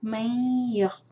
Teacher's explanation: ادغام غنہ کے ساتھ ناک میں آواز لے جائیں گے